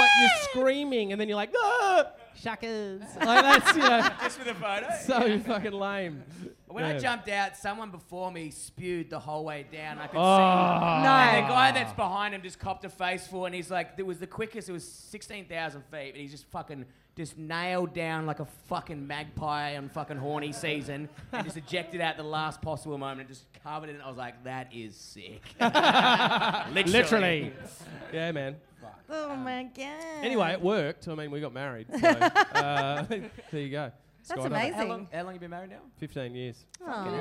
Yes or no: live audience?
yes